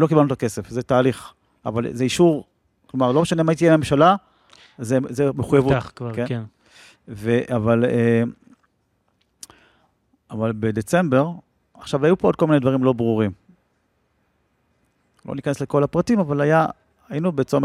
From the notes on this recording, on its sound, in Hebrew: שיחה פתוחה לתוך הלילה. צולם בחצר המפעל בירושלים.